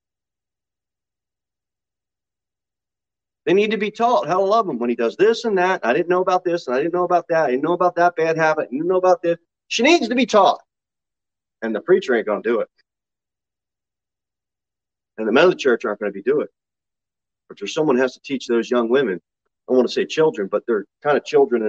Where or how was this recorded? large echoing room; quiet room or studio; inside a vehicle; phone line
large echoing room